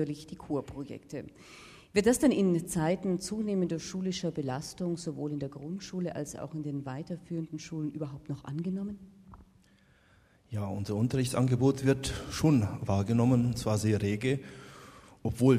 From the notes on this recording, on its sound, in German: Live aus dem Neuhaussaal zu Regensburg. Als kleines Geburtstagsständchen präsentiert das Musikmagazin „taktlos“ live im Rahmen des Jubiläums-Starts aus Regensburgs Neuhaussaal dieses intelligente Projekt. Live-Musik liefern Ensemble-Mitglieder des Stadttheaters, Musikschülerinnen und Schüler.